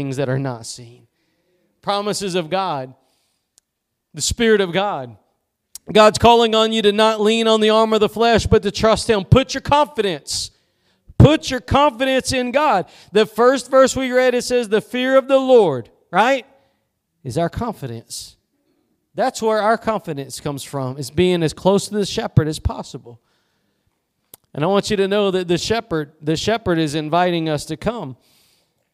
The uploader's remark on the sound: Preached at Gospel Lighthouse in Bossier City, La.